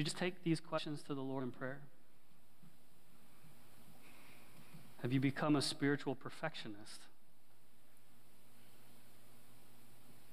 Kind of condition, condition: setting, large echoing room